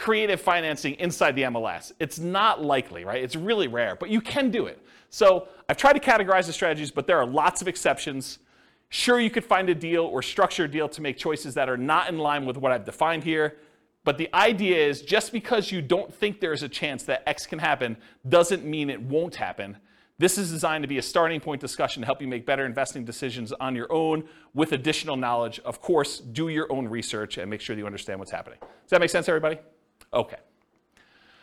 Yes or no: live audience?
yes